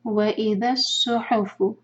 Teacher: وَإِذَا الصُّحُفُ صاد ہیوی ح کو واضح کرنا ہے